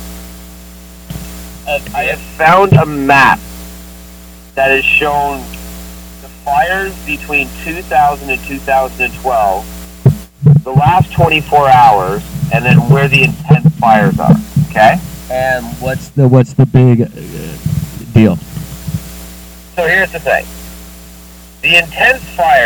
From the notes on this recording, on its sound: Technical difficulties get the best of them again.